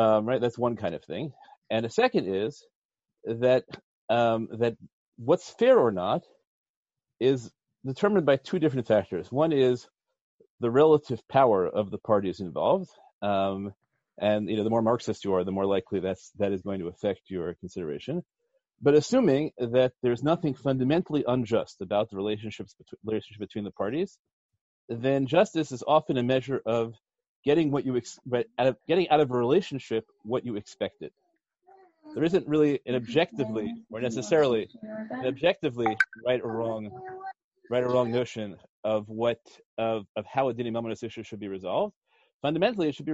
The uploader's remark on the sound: In a lecture given recently over ZOOM.